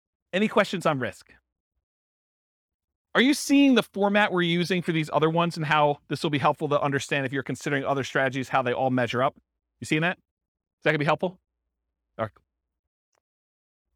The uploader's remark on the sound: This was a live class recorded